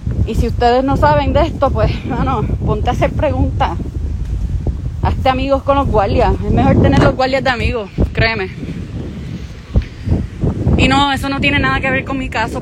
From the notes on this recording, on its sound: this live walk and talk